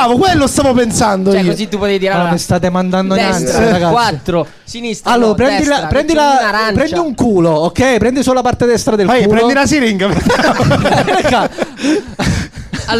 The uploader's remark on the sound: Live dal GhePensiMi di Milano